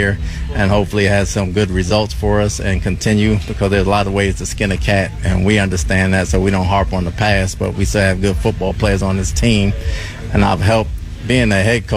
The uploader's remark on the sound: live from Buccaneers Training Camp on Tuesday morning.